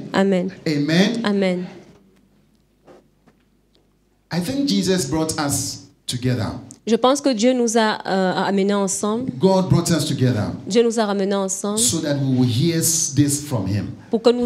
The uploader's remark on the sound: Preached during Joyful Hour Sunday Service